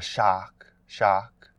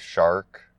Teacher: Shark last week was one of the main words, and it's more of a shark instead of shark, so we're not hearing that hard R sound. · Shown in: first take · And then the vowels are a bit more backed.